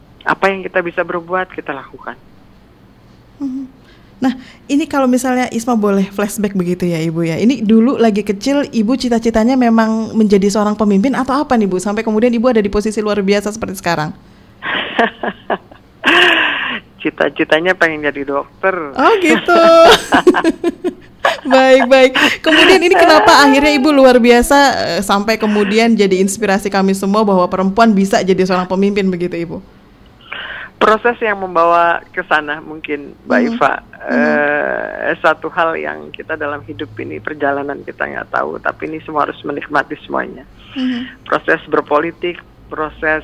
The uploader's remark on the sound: by Phone